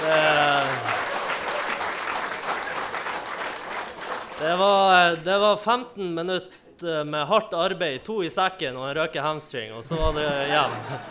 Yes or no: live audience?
yes